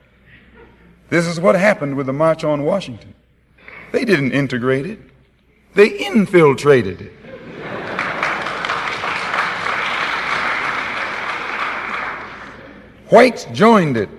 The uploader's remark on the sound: Address to the Ford Hall Forum October 10 1963